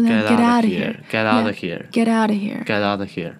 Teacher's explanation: 重点重音放在 out 上面